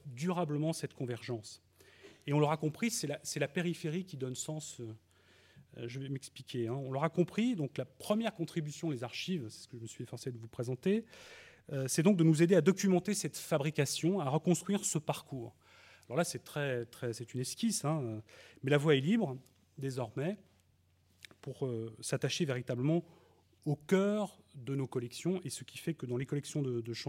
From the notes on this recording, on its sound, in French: enregistrée le 5 octobre 2012 dans le cadre du colloque « Le cheval et ses patrimoines.